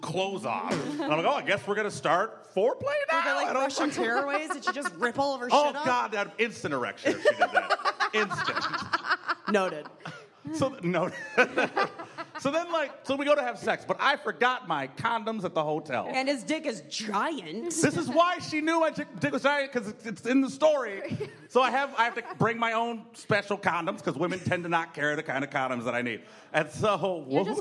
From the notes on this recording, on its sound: Live at the Maumee, Mary & Joseph Comedy Festival. The Homance goes on the road to Fort Wayne, Indiana. This is the live show recording from 816 Pint & Slice.